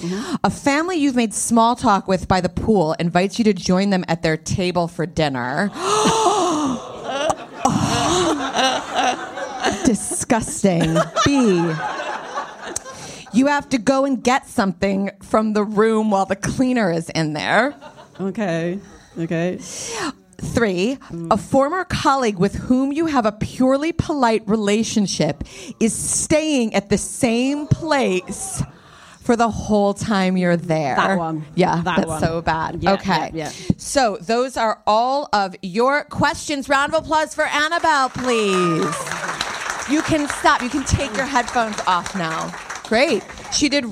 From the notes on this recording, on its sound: LIVE in London. Live at The Drum Labs, London 18/02/2024.